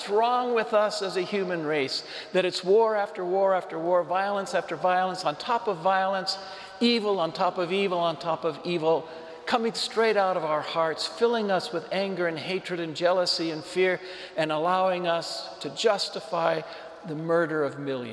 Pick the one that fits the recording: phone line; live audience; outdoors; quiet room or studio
live audience